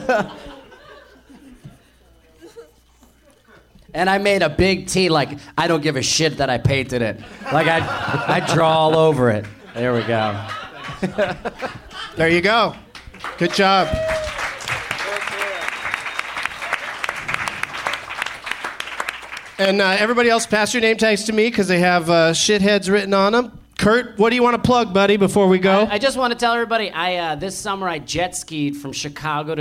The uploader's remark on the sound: Live from Cinefamily in Los Angeles